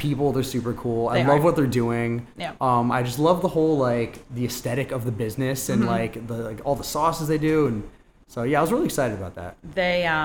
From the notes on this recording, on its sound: We recorded this one live and in person at Berben and Wolff's after hours!